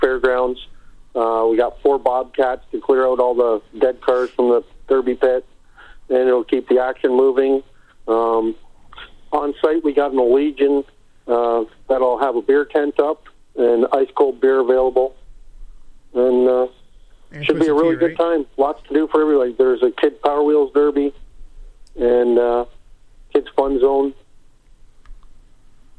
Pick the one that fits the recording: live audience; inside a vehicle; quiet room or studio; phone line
phone line